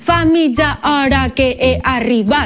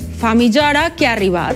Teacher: solen desaparèixer els sons més febles. Per exemple, la E àtona. · Shown in: second take